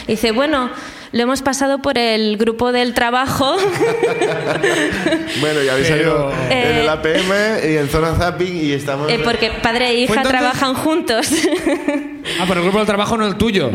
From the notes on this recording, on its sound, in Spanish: El público de Barcelona